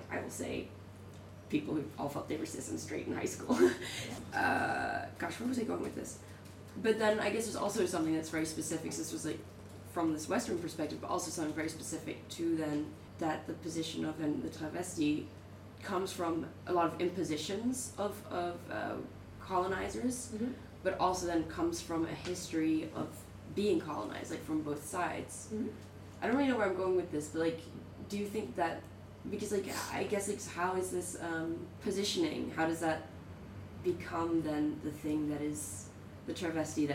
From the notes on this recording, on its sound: Live at Night of Arts and Sciences